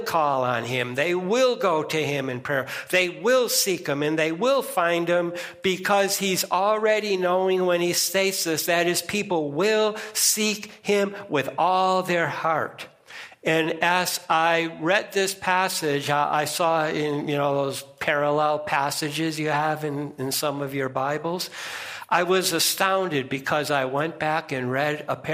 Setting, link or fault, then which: setting, large echoing room